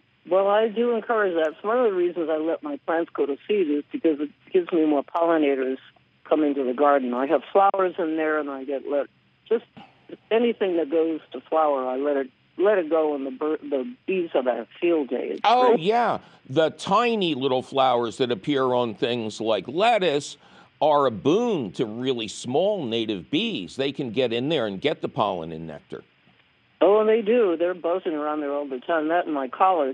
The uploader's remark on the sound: your fabulous phone calls!